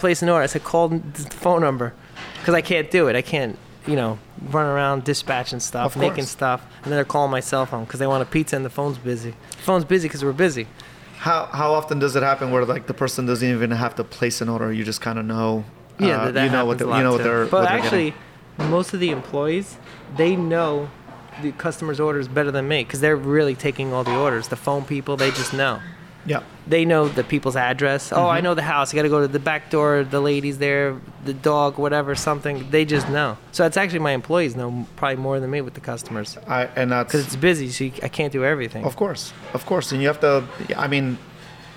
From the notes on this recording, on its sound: Owner of New Jersey’s Nino’s Pizza. Recorded in the best place on earth: a beloved local pizzeria.